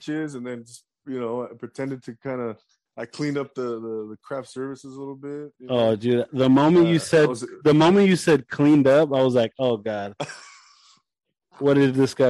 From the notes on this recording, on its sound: Drops in on a zoom chat.